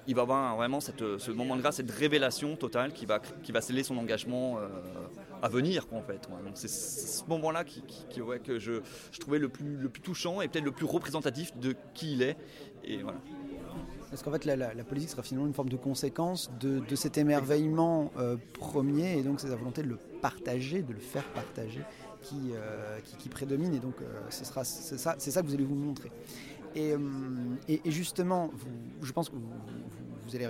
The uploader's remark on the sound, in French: à l’occasion du festival Quai des Bulles